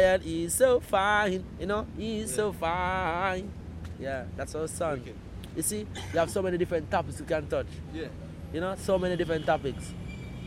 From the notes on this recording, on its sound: recorded at in the gardens of Devon House, in Kingston, Jamaica, 2003